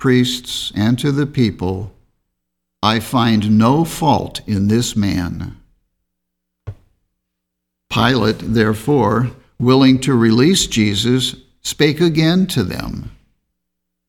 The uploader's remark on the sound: The Sunday service audio from April 4th, 2021